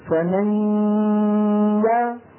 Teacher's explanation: لما نصل لعند يا صوت الغنة انقطع. ما منقول يا ما منجيب غنة مع الياء المفتوحة أبدا.